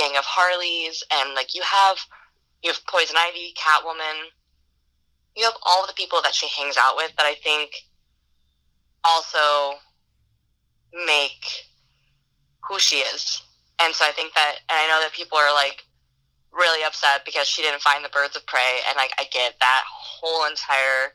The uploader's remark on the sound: via telephone communicator device